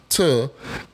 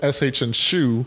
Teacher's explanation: But the initial ch sound in chain is actually an affricate, meaning it's the combination of two separate sounds pronounced as one. Ch is actually the sound of a T, t, and the sh, sh, and shu pronounced as a single sound